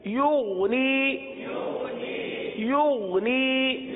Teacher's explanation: قلقلہ بھی کر دیا یغنی، تو یہ قلقلہ ہو گیا، تو غین میں قلقلہ نہیں ہوتا اور غین کو گاف کی طرح نہیں پڑھتے